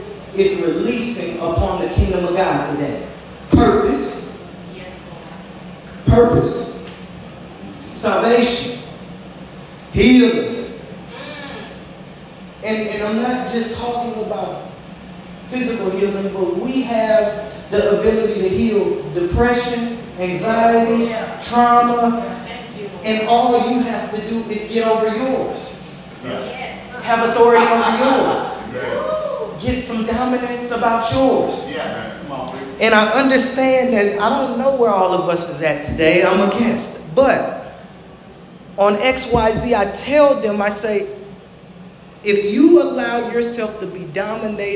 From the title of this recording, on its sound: LIVE from Spirit & Life International Ministries!